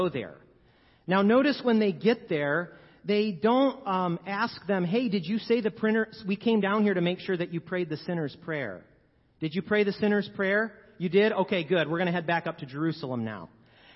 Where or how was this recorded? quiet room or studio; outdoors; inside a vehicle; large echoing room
large echoing room